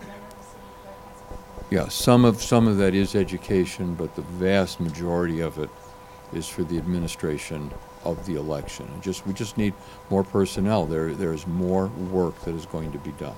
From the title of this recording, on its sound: Press Conference